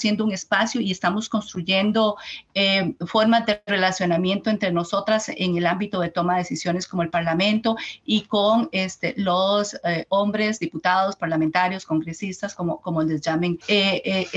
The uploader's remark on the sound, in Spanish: grabado durante el taller virtual